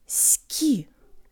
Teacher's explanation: Push a lot more air through the ka in Russian, not ski, but ski.